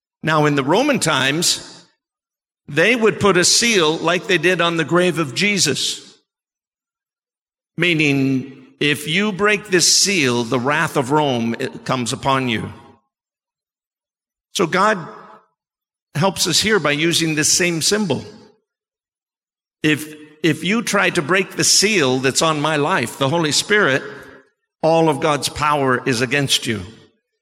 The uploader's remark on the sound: Sermon preached at CBC Shiashie Campus.